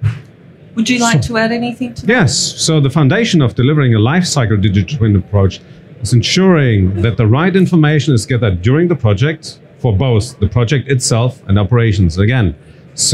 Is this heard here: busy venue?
yes